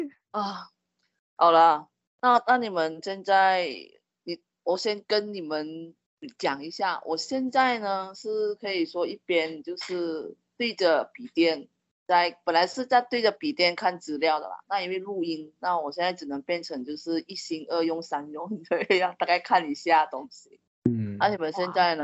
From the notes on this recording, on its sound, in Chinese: 挑戰遠距離錄音